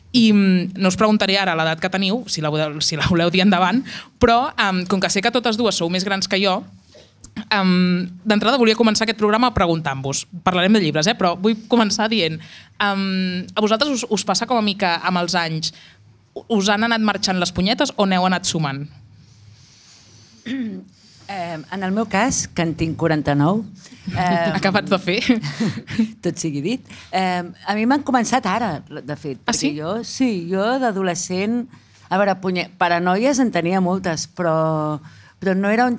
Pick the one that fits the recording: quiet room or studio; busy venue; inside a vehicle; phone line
busy venue